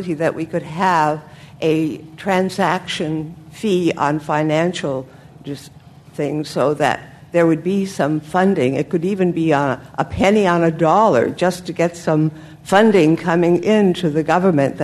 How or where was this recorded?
live audience